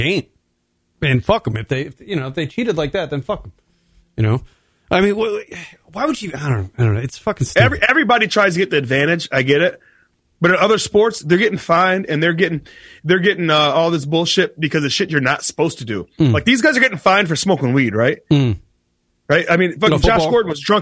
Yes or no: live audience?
no